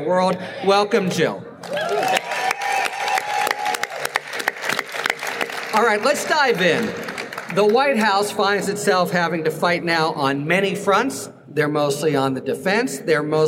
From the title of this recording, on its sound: LIVE from Politicon in Nashville, Tennessee